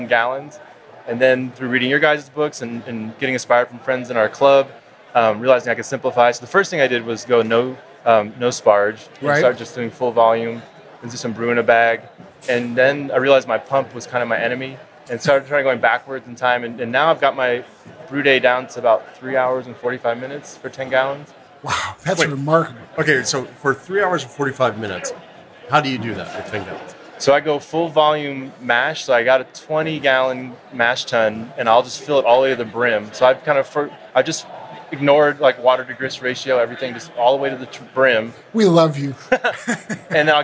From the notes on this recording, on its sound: Live in Beervana. In this special live episode.